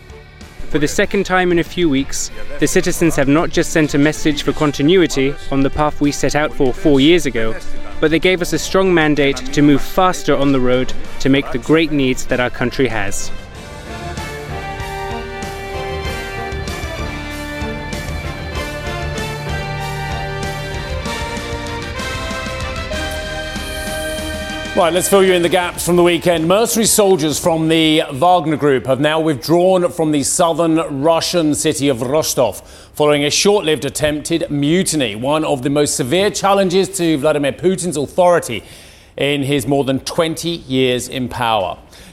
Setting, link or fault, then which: setting, busy venue